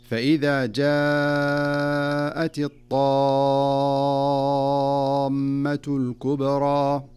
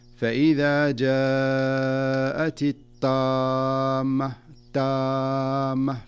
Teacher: لا بد أن تظهر الطاء بقوتها واستعلائها دون أن تتحول في النطق إلى تاء · Shown in: first take · كأن يقول القارئ أو كأن يقرأ القارئ فيقول فإذا جاءت الطامة تامة، فتصبح أعجمية.